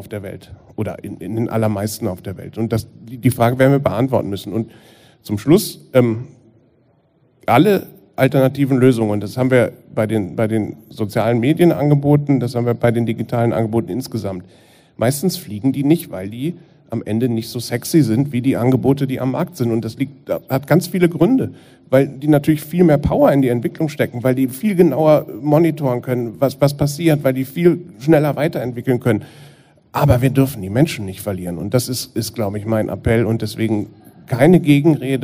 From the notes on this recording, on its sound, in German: Sie wurde live auf dem KGSt-FORUM in Hamburg aufgenommen.